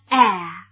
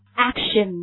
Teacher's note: 这个元音呢在英语当中呢它叫前元音。发音的时候呢它整个的舌位非常的低。大家跟我做一下呢，我们把舌尖抵住下齿龈大家抵一下。但是请注意这个时候张嘴的时候呢稍微张大一点，我们把这个牙齿的开合度控制在两个指头。好，我们发一下,OK,然后连起来。Action,对不对？比较的往下压的感觉这个我们汉语当中几乎没有这样类似的发音，我们再来发一遍 Action, OK,好，那么这个地方我们来看一下它的这个 everyday expression,就是它我们穷尽这个 action 这个核心语汇的所有层次的意思。首先我们会看到这个最常见的意思就是行动，对不对？那么行动呢，比如说我们说采取行动，大家说这个采取用哪个词呢？当然是用什么？ Take,非常好，用 take,对不对？我们说 takeaction。如果我们现在造一句话，现在是该行动的时候了。 Now